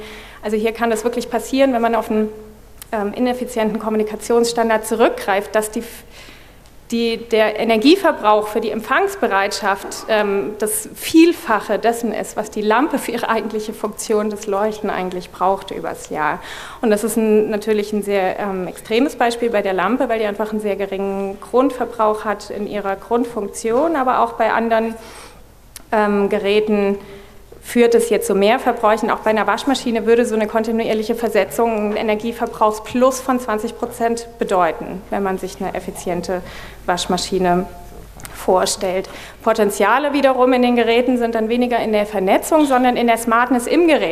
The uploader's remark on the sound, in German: wollen wir gemeinsam mit dem Publikum diskutieren